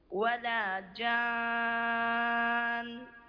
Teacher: عندنا النون مشددة قلنا تغن بمقدار حركتين